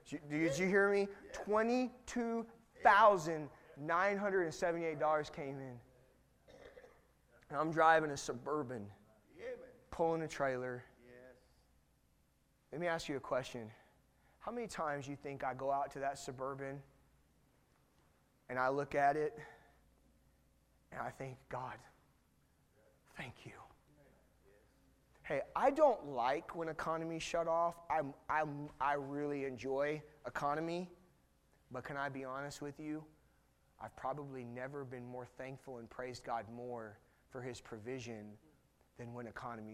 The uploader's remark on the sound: Missions conference 2019